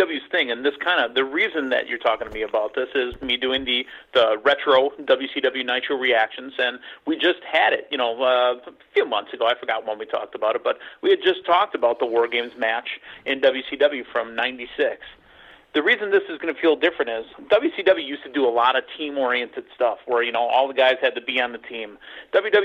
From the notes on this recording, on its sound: We take your LIVE phone calls!